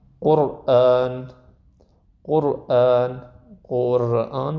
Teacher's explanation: قر در زبون من میچسبه قشنگ به سقف، قرآن قرآن قرآن، بازم اصلا نمیشه انگار رقیقش کرد. · Term: تفخیم